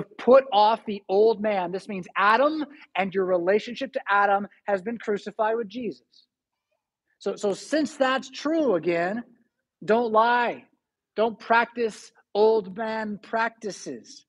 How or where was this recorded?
large echoing room